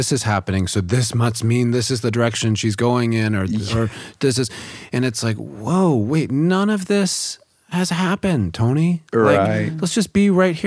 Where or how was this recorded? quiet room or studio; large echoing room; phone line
quiet room or studio